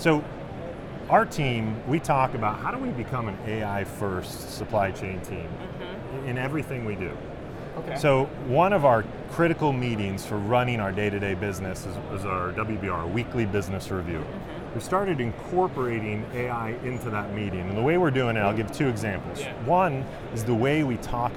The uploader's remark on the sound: Live From NRF. LIVE FROM #NRF2024.